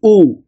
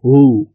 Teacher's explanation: إذا كانت مضمومة تقول أو، والواو المضمومة وو، وإذا كانت مسهلة تقول هو · Shown in: second take